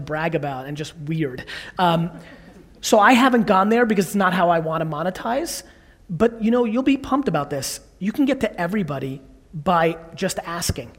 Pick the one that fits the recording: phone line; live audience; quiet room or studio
live audience